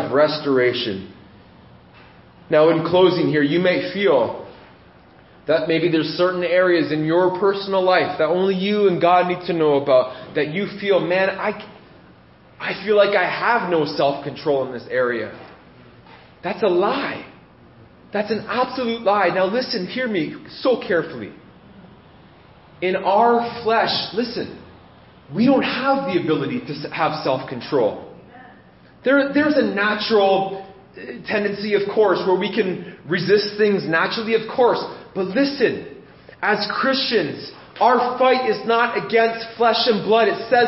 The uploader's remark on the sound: This message was preached in January 2017 at Freedom Life Church in Kitchener Ontario